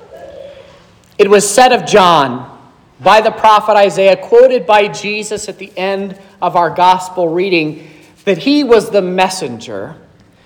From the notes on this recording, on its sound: This is the sermon preached at Trinity Lutheran Church